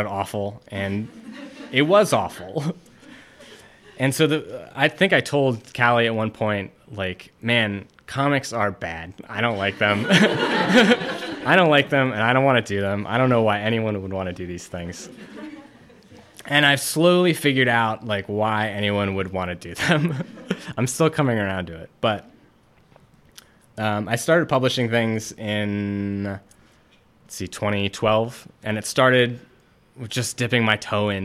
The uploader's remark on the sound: Artist lecture, which took place at Light Grey Art Lab this past Friday, prior to the Iceland Residency Exhibition Opening Reception.